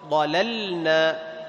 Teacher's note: تظهر اللام عند النون في حكم الإظهار